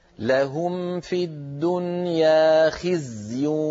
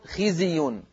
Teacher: إذا أعطيتها حقها من الرخاوة تكون قد حميتها من القلقلة · Shown in: first take · وإلا تكون خزي انتبهت يا سيدي؟